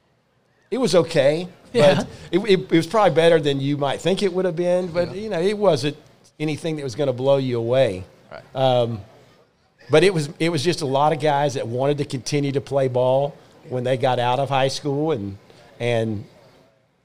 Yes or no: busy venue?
yes